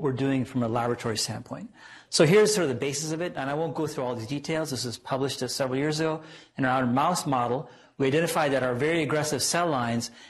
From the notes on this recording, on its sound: Norris Cotton Cancer Center Grand Rounds presented on May 8, 2018